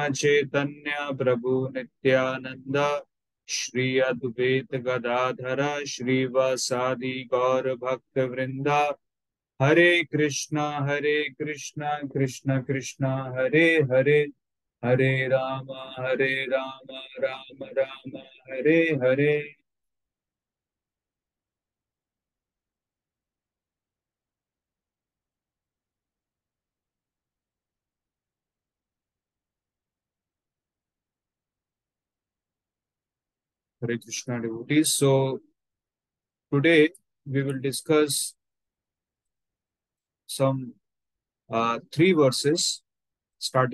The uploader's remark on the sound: Zoom online recorded class.